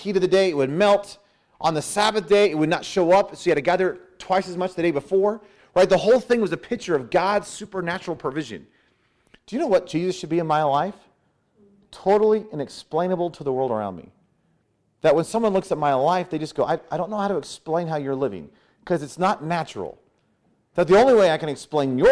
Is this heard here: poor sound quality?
no